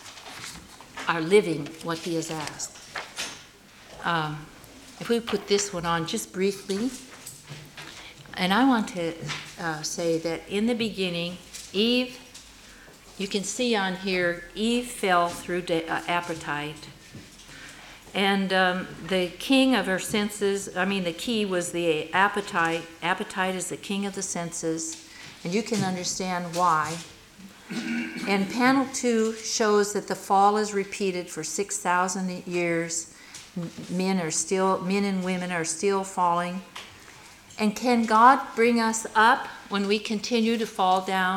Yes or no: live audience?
yes